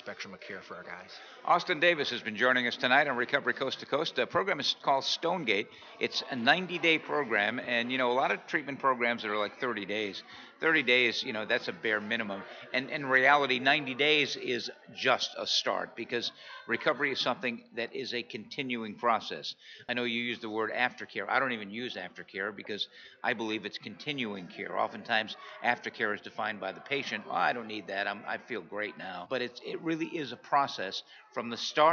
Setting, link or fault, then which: setting, busy venue